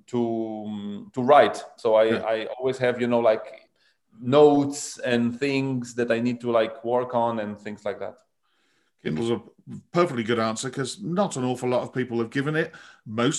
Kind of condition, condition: link, video call